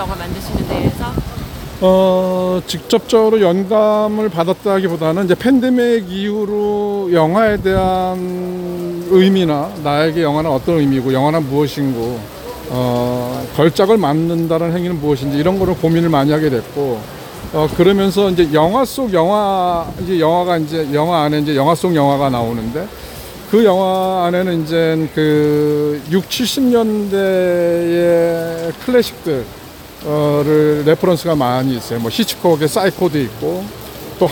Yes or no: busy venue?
yes